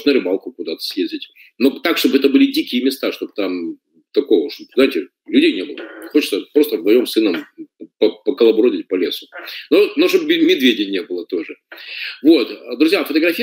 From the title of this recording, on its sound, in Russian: Запись вебинара.